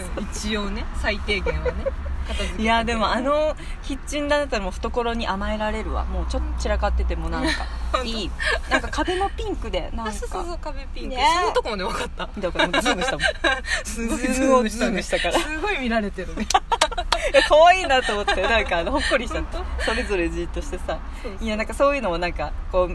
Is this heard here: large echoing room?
no